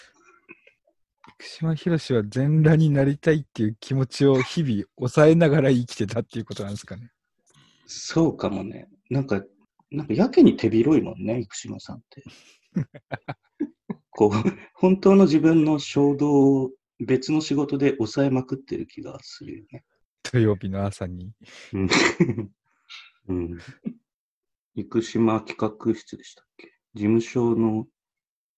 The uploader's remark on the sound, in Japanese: 収録地：それぞれの家（ZOOM収録）